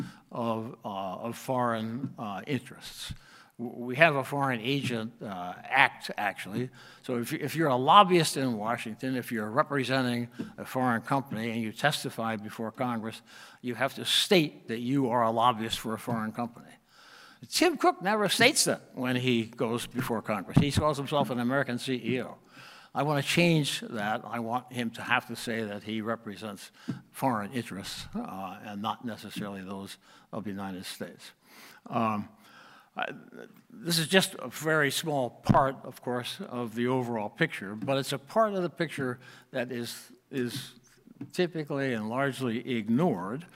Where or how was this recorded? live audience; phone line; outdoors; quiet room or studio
live audience